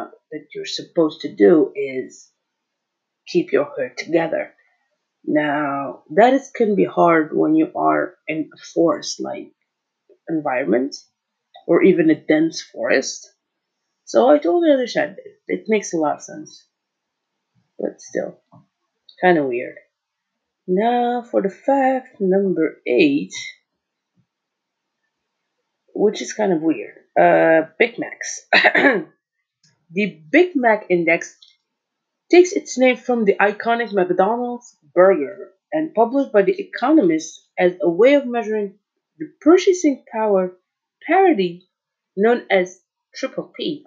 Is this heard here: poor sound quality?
yes